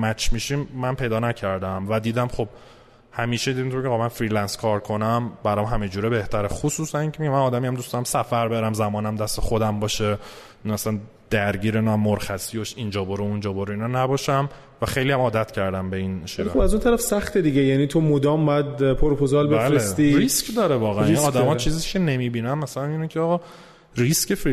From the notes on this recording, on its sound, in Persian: این قسمت هم مانند قسمت قبل، در حضور جمعی محدود از مخاطبین پروپاقرص و تیم پادکست و با رعایت پروتکلهای بهداشتی ضبط شده است.